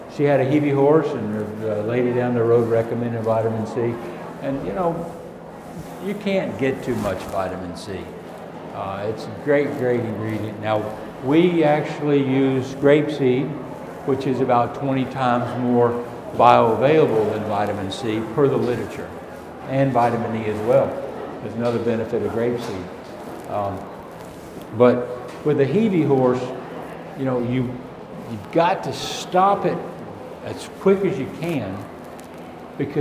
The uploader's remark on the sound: Recorded live from the Fall 2017 Equine Affaire in Springfield MA.